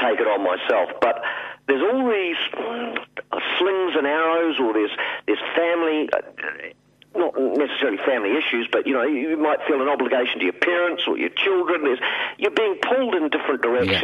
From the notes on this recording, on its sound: Calls.